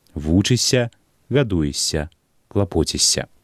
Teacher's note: як бы мы ні пісалі, заўжды вымаўляем мяккі падоўжаны «с»